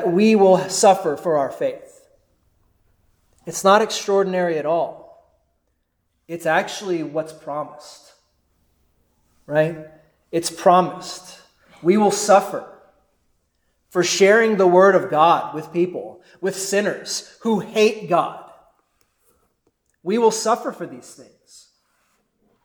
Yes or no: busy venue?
no